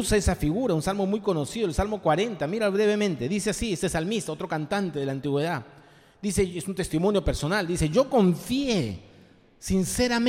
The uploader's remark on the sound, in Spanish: Presentado en vivo el domingo 15 de enero de 2023. Mariscal Sucre 317, Barranco.